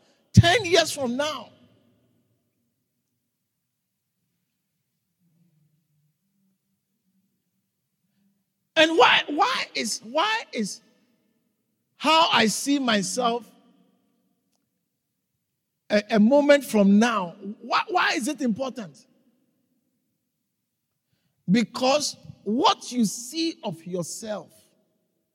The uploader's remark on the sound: preached at the Living Waters Cathedral